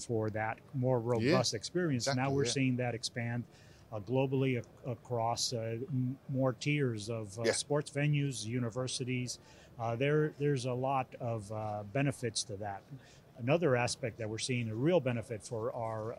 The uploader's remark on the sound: At IBC 2022